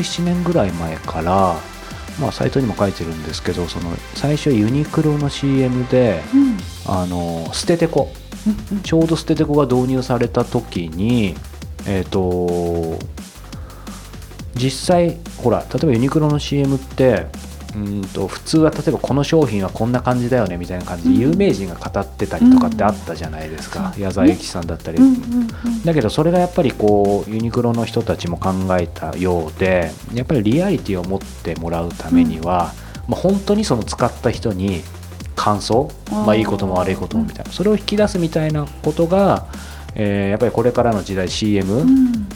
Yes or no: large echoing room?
no